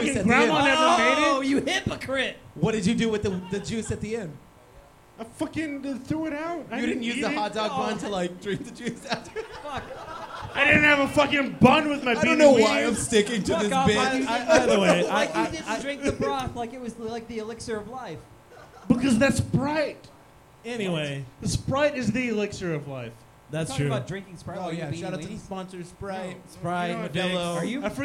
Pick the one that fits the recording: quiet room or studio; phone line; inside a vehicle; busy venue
busy venue